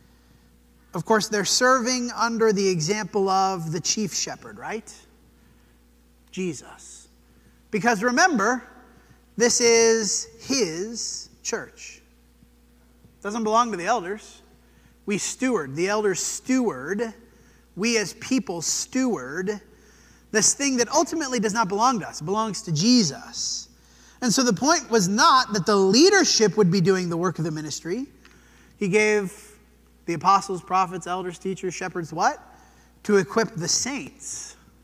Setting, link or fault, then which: setting, large echoing room